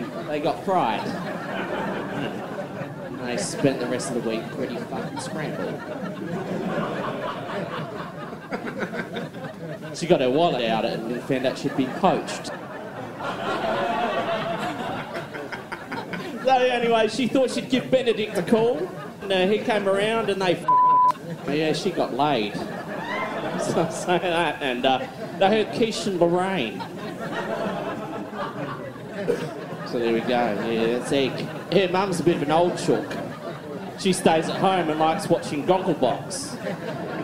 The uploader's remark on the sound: live from The Miley Lounge